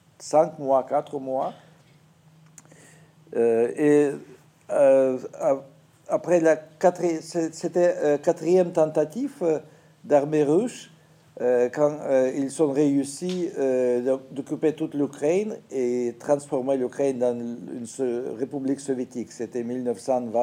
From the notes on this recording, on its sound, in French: à l'occasion de la soirée de lancement du Festival Lettres du Monde.